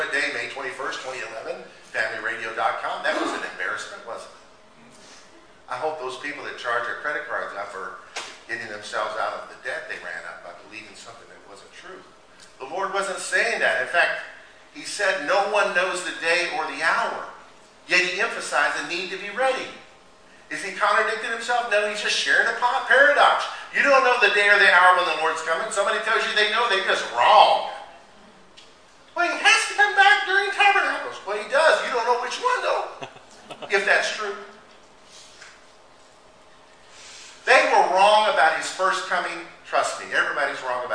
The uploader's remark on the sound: recording of a Lord's Day Service